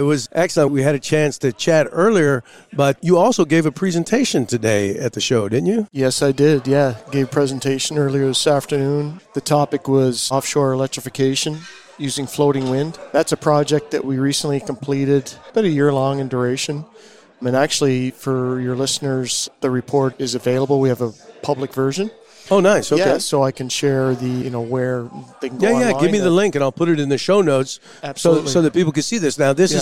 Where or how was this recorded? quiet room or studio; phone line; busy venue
busy venue